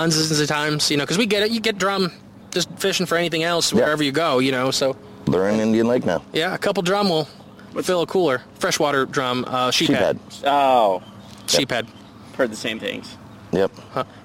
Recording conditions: outdoors